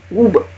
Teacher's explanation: у меня губы в трубочку вытягиваются уже на «г» · «Г» стало огубленным, потому что вот с этим «у» рядом постояло. · Term: огубленный